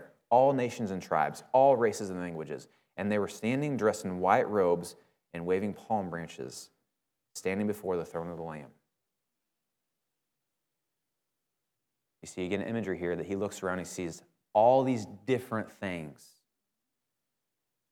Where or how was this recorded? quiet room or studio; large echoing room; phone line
large echoing room